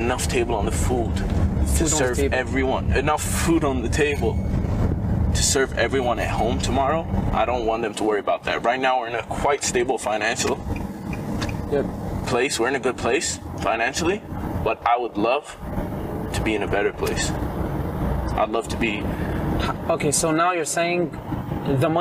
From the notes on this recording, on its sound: CAR INTERVIEW. Sorry for the noises we were testing new equipment out.